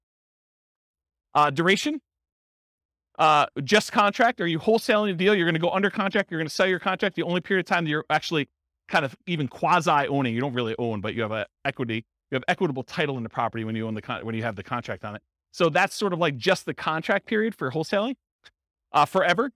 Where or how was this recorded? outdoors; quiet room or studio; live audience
live audience